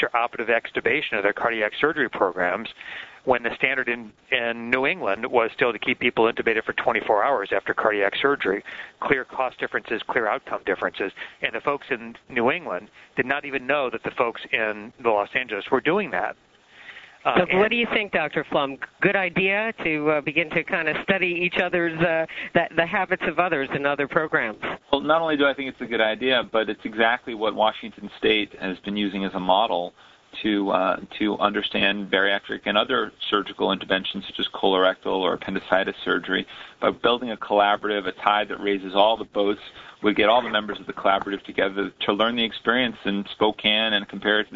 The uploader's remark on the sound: October 2005 Author in the Room® Teleconference.